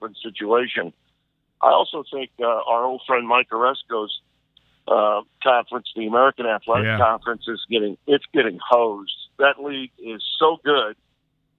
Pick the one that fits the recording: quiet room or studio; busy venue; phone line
phone line